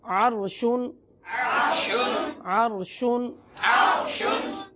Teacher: را ساکن سے پہلے حرف پر زبر یا پیش ہو تو اس وقت بھی را کو پر پڑھیں گے